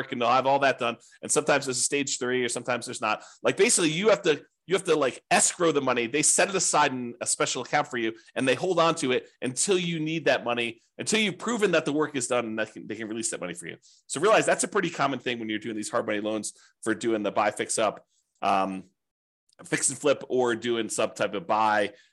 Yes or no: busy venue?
no